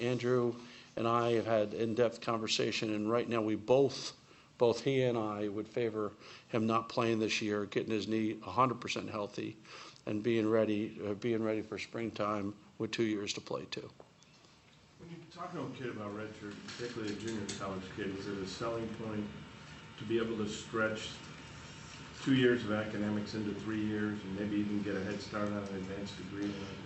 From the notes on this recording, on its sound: Press Conferences & Post-Game Interviews. Talks to reporters during a press conference.